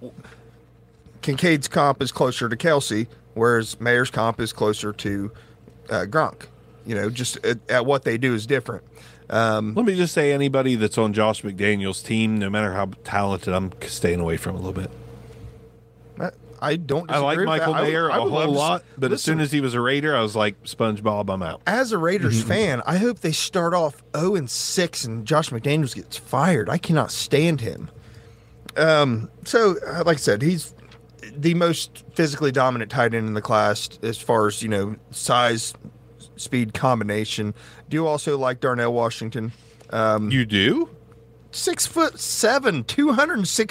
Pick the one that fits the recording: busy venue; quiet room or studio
busy venue